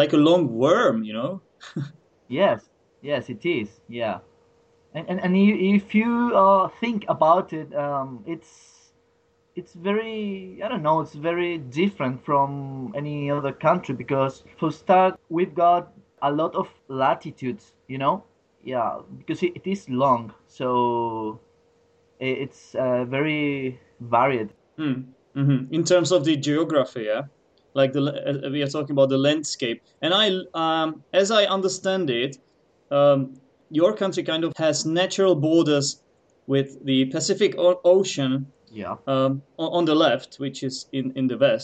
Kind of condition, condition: link, video call